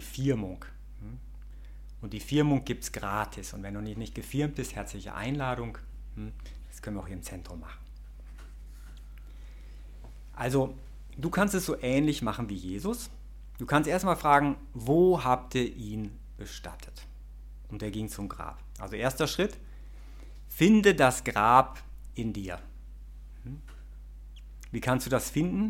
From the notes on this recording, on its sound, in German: Diese Predigt wurde bei der BeFree Messe am 25. Im Zentrum Johannes Paul II.